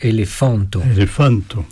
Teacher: Avec l'accent tonique sur le fan